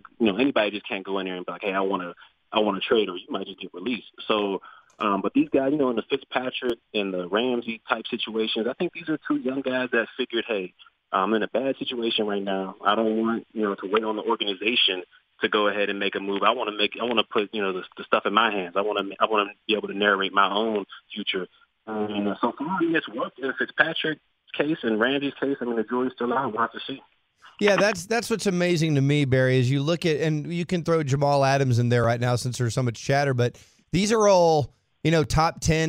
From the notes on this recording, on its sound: called